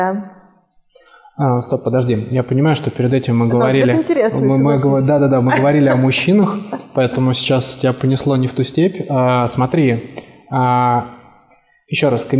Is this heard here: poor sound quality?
yes